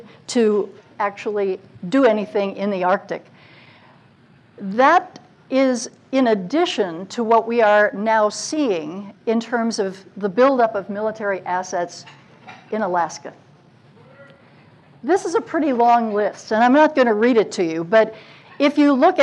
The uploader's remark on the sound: At the 49th State Brewing Co. About Addressing Alaskans features local lectures and forums recorded at public events taking place in Southcentral Alaska.